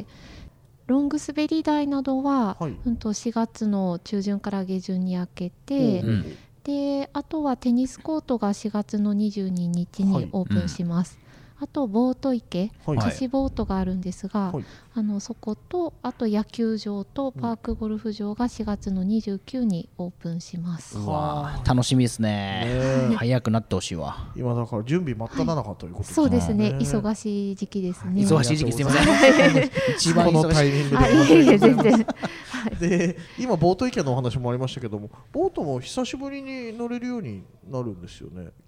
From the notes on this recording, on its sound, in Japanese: 月寒エリアを散歩しながら。今回は、豊平区を代表する公園「月寒公園」に来てみました。野球場が2つもある大きな公園！散策するのにおすすめのコースを歩きながらレポートしていきます。